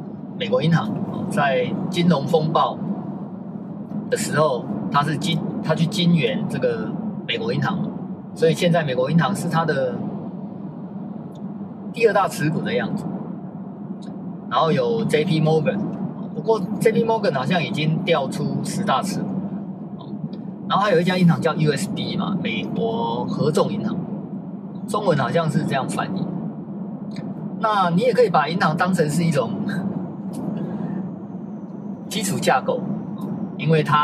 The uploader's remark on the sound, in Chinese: 在車子行進中錄音的碎碎唸，歹勢......收音技術學習中。